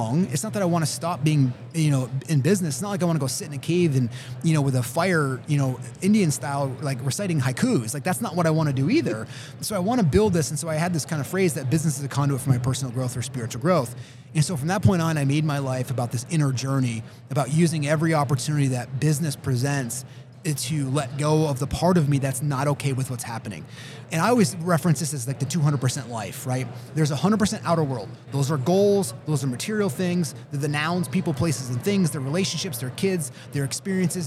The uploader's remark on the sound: coming to you live from Keller Williams Family Reunion